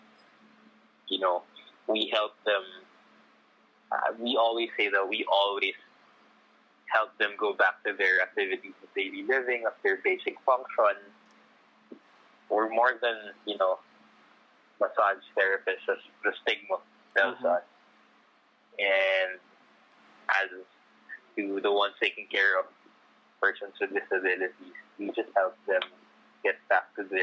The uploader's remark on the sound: I apologize for the audio and production